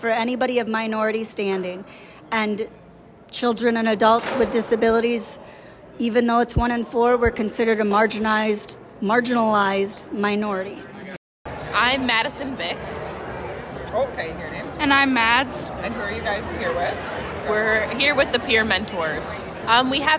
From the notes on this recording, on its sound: Hear live recordings from all the clubs and orginizations at this semester's Saukfest!